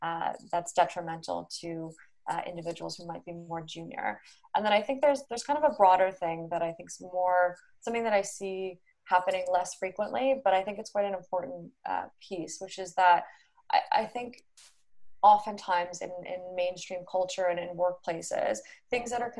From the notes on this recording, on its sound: joined over Zoom